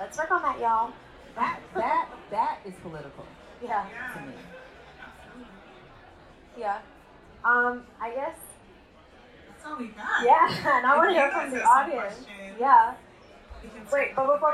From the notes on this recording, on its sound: Please excuse any background noise as this is recorded live and we do our best.